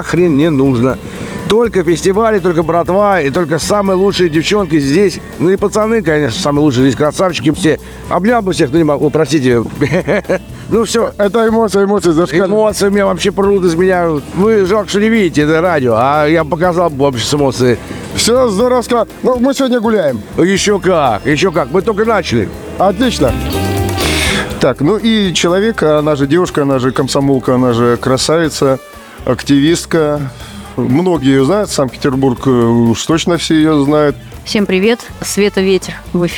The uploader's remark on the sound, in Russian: KOZLOPARTY 2023. Записано на месте событий d формате небольших интервью с гостями и организаторами фестиваля.